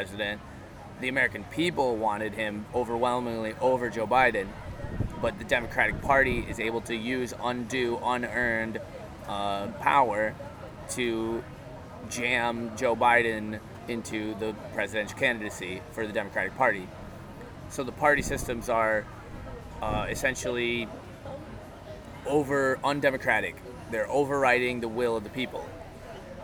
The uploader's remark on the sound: A bit of wind noise and I left it stereo cause it felt more personal.